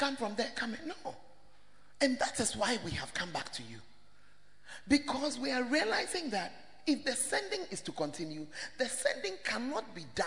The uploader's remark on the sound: Preached At First Love, UCC